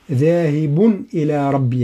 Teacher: لدينا تنوين، وهذا التنوين ليس فيه غنة بل لابد من الإظهار، والإظهار يكون دون غنة لأن جاء بعده حرف حلقي وهو حرف من حروف الإظهار وهو حرف الهمز، ذاهب إلى ربي هكذا.